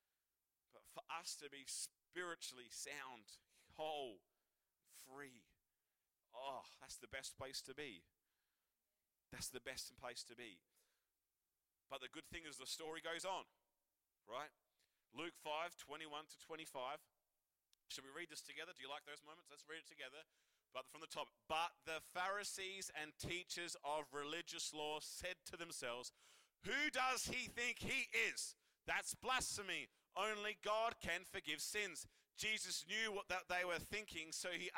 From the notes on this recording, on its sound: Recorded live at One Youth (One Heart Church, Port Lincoln) on the 2nd of July, 2023.